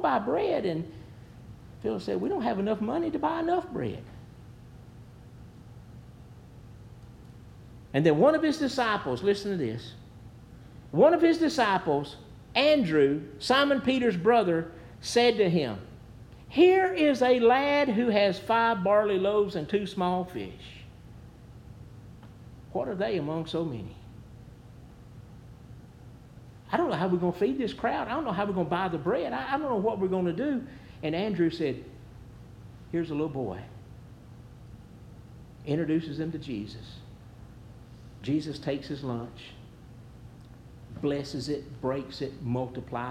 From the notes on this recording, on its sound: Preached at New Hope Baptist Church